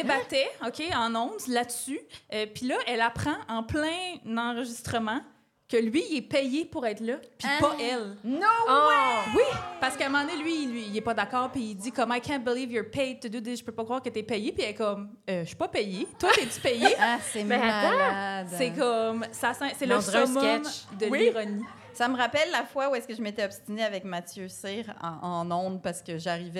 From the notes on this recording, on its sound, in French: enregistré à l'Idéal mercredi le 4 octobre 2023